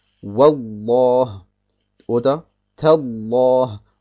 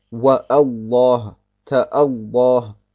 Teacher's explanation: Diese Hamza wird allerdings nur ausgesprochen, wenn ich bei diesem Wort beginne, wenn ich sage Allah, Allah. Wenn ich allerdings vorher ein Wow setze oder ein Ta, dann spreche ich die Hamza nicht mehr aus. · Shown in: first take · Dann sage ich Wallah oder Tallah.